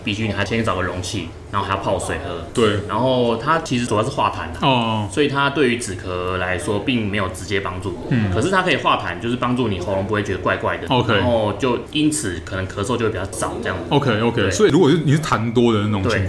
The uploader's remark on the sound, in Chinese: 本集白噪音指數：蚊風級 1/5。錄音地點： 齊客咖啡 The Gathering Cafe。